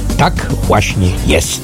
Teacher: mówienie z góry w dół, które pokazuje pewną pewność i autorytarność